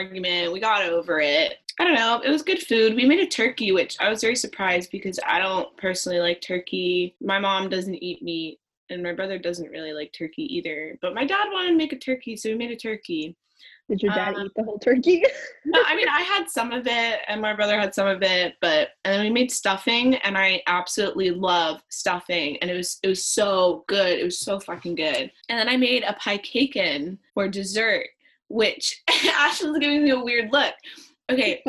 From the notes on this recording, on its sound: in this first-ever zoom-recorded episode